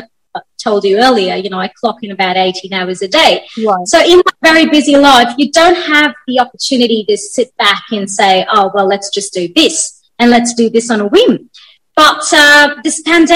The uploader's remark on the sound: Virtually Recorded